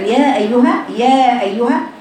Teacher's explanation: الالف الماديه تخرج بالتصاعد، بالتصاعد عند فتح الفكين امتدادا لفتحه الخالصه بدون اماله